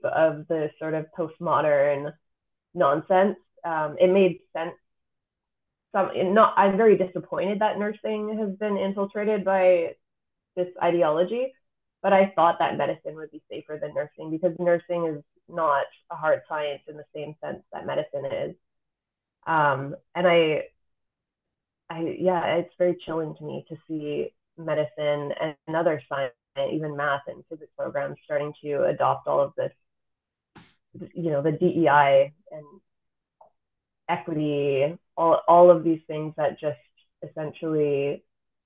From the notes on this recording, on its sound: Apologies in advance for the sound quality